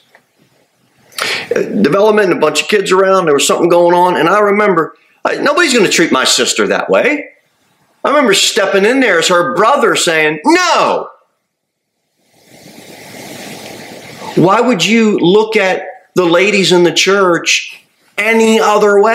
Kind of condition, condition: setting, large echoing room